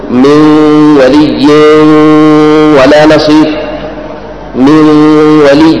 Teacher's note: إدغامي مع الغنة في الواو